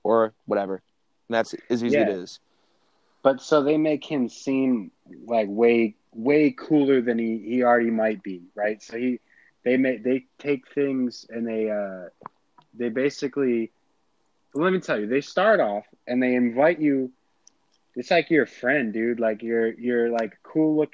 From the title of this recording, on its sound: Phone Call